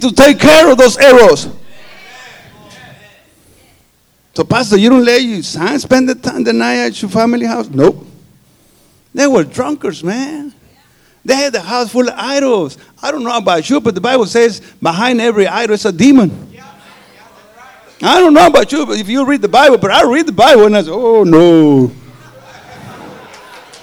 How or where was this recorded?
live audience